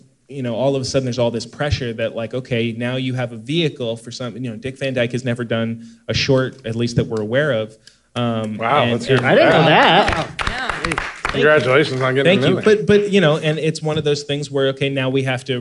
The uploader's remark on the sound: This episode was recorded before a live audience. At The Horton Grand Theatre in San Diego, CA.